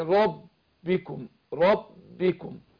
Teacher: الباء قلنا مشددة، في تمكين للشفتين